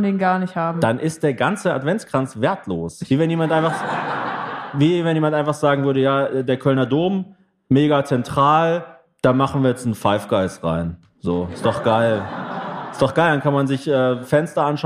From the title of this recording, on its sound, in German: Ofenfrisch in Köln (Live)